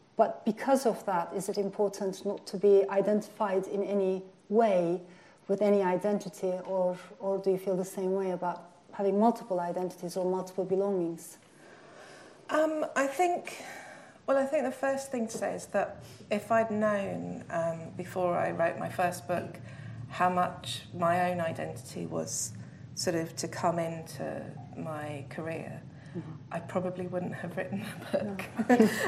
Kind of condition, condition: setting, live audience